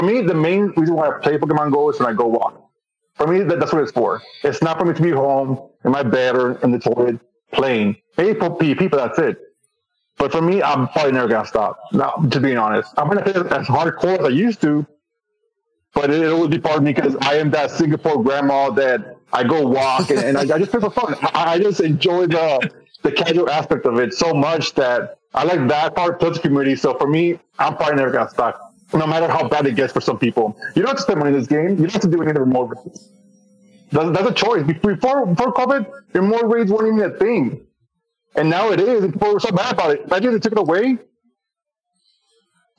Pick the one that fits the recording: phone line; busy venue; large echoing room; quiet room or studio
phone line